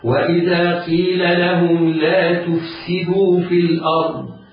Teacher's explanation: لا تفسدوا، الألف تمد مدا طبيعيا بمقدار حركتين، تفسد الميم التاء مضمومة، التاء في كلمة تفسد مضمومة ومع ذلك ترقق، والفاء ساكنة والسين مكسورة